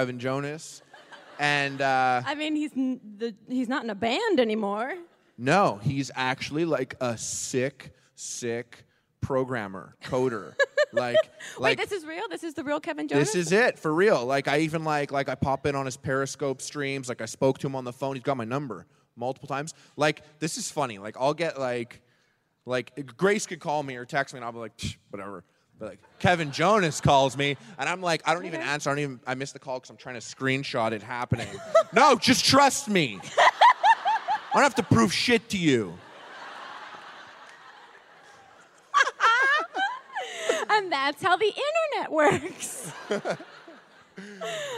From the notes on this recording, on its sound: At Just for Laughs. Our first live episode!